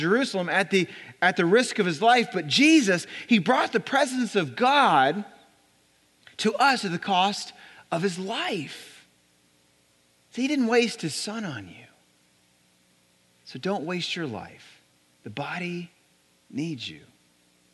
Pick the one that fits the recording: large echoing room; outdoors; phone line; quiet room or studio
large echoing room